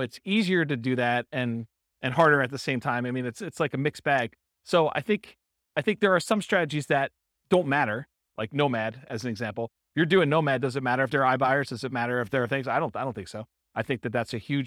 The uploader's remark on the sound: This was a live class recorded